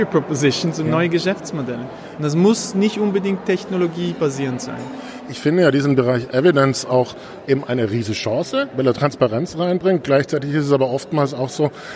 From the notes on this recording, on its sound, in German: Dieser Podcast wurde aufgenommen Live auf dem Global Peter Drucker Forum.